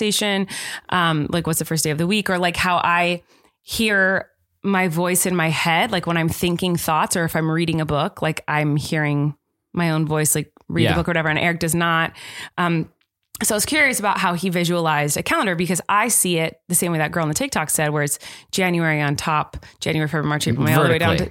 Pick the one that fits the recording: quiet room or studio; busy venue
quiet room or studio